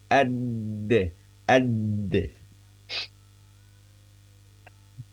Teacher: Huruf dal itu punya sifat siddah, sifat kuat tertahan ketika sukun ataupun tasdid.